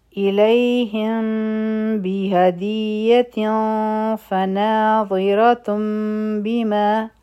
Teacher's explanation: شونډې به مکمل طور بندې نه وي، او دوه سیکنډه ټایم به ورکو چې کله مونږ میم ادا کو